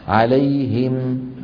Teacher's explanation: فإن وقفوا سكنوا الميم هكذا عليهم، ولا يدخل الروم ولا الإشمام على هذه الميم.